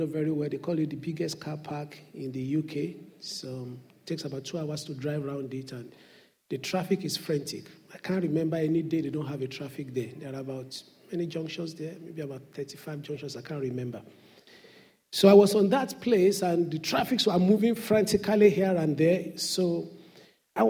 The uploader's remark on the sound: Sunday Service message preached by pastor. RCCG Aberdeen, UK.